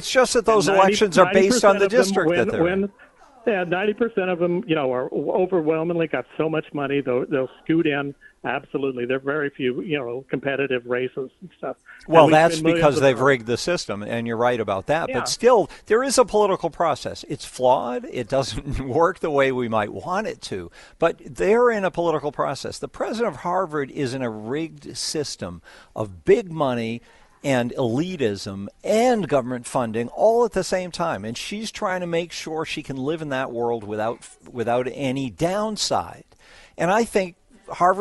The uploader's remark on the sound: broadcasts live from the holiday store